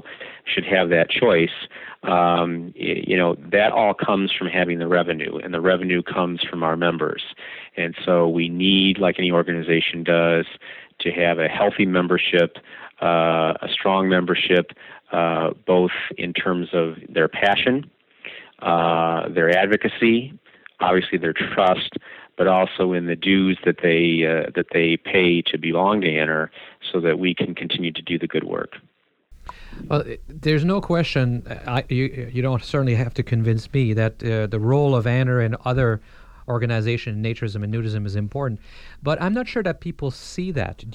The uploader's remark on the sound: it was redone by telephone due to technical problems